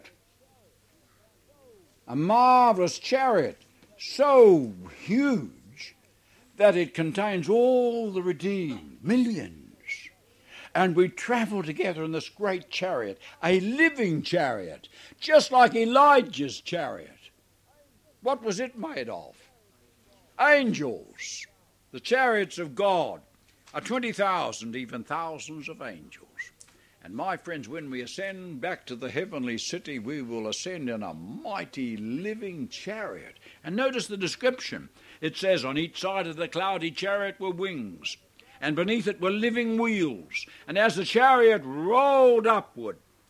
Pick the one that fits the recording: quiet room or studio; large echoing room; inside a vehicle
large echoing room